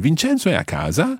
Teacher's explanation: by raising your voice at the end, then you can make it into a question